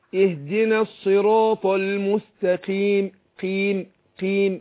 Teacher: خد بالك من القاف، ما هوش مستقيم، القاف مكسورة بتاخد أدنى درجات التفخيم